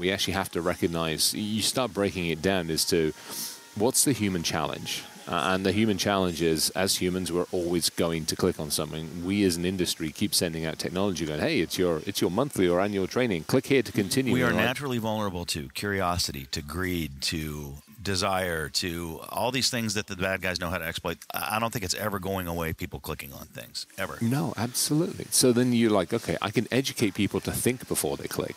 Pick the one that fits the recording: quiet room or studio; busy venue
busy venue